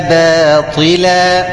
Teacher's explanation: يبقى خلي بالك باطلا الباء اهي ما تفخمهاش